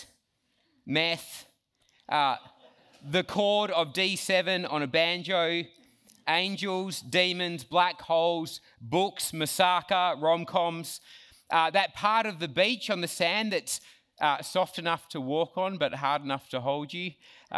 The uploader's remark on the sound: Talk 1 from Reach Australia National Conference 2023